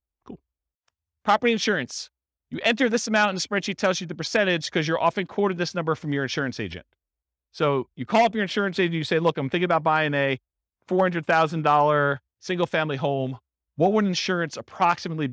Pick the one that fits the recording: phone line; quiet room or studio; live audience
live audience